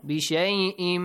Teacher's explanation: tanwin plus mim, إدغام بشيئم غنة sound, nasal sound